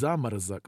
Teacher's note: when the O doesn't have the emphasis in the word, it's pronounced more like an A. It's zamarzok, but it's written zamorozok.